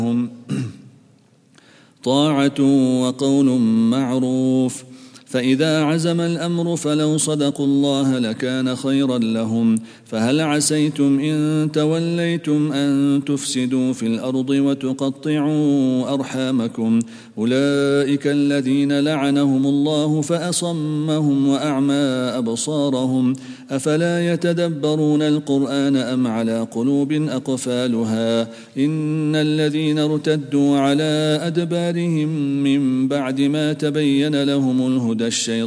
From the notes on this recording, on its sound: at the Houghton Masjid (West Street)